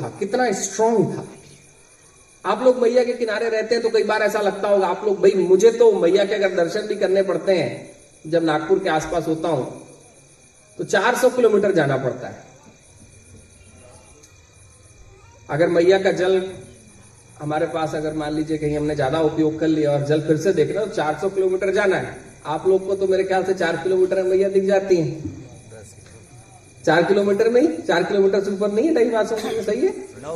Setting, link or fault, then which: setting, outdoors